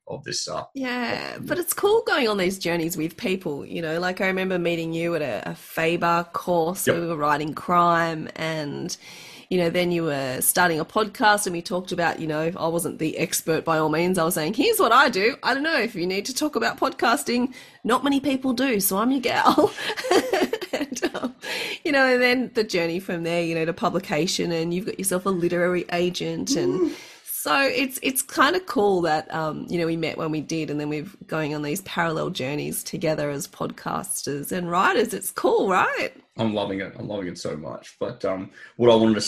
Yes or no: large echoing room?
no